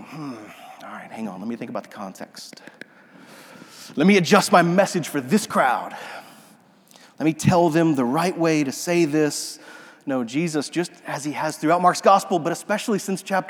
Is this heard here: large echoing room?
yes